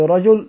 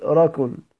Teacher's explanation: وجيم ككاف فرع عن الجيم الخالصة يقولون في رجل ركل، يقربونها من الكاف · Shown in: second take · وهذا مما يعصر التلفظ بهما، فإن إشراب الكاف صوت الجيم متعذر وكذلك العكس.